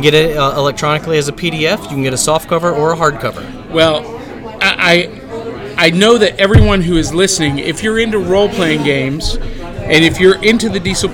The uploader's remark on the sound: comes to you live from Imaginarium 2017